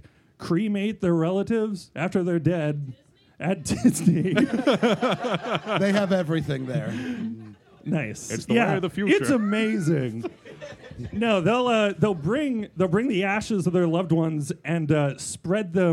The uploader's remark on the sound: The Florida Live Show. Naturally, that’s the state we decided to take on for our first live show! Live from Austin’s Coffee in Winter Park, FL.